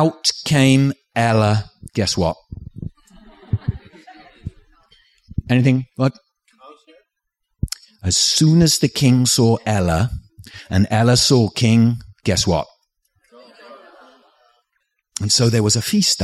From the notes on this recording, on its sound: Recorded live at the 2014 National Storytelling Festival.